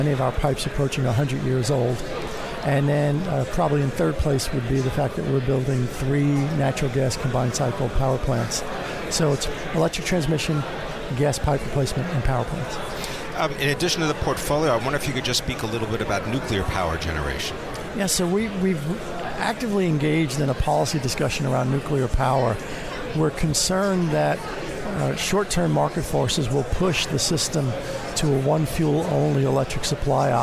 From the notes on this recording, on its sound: Live from the 2017 Future of Energy Summit